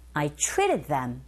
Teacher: I와 them은 기능어예요. treated 여기 강세 주시면 됩니다.